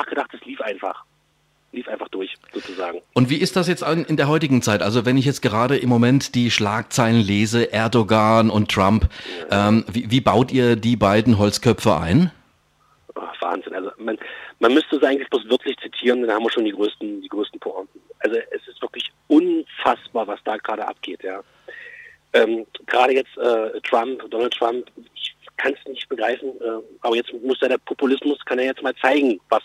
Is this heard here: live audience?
no